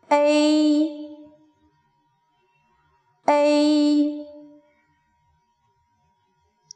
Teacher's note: 读 A 时，嘴巴也是从呃的口型到一的口型。请跟我读。A A 读微时，先准 · Term: 复韵母